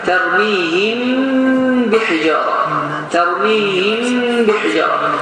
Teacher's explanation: yalnız mimi uzadırsan, yalnız mimi uzadır, onun içindən bəni əda edirsən və bu da iki hərəkə miqdarda uzadır. · Term: İxfa şəfəvi